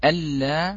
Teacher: لابد من النبر لأنه مشدد